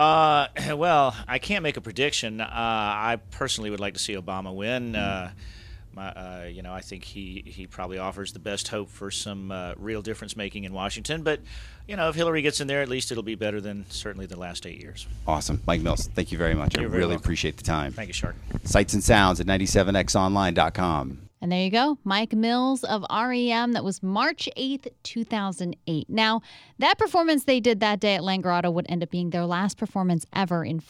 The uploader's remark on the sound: sat down with 97X backstage at the Langerado Music Festival in 2008